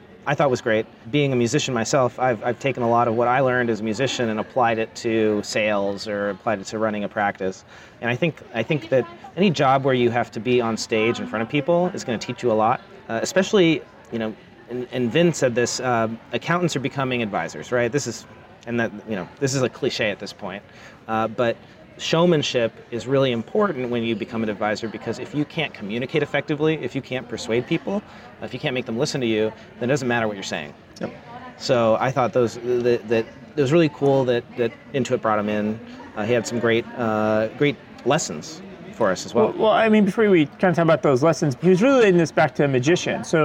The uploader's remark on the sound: LIVE from QuickBooks Connect! LIVE at QuickBooks Connect in San Jose.